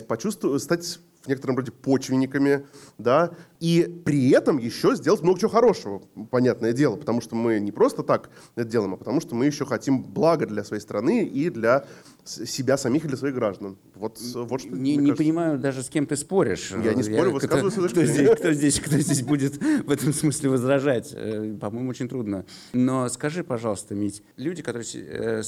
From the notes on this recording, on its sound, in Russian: Подкаст записан на открытии четвертого сезона в Благосфере.